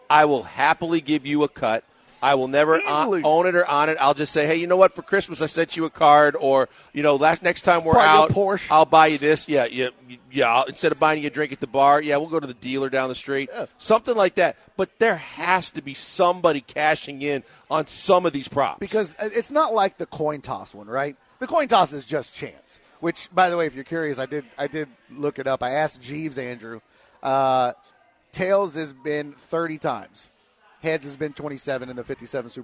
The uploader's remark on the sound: live from The Decoy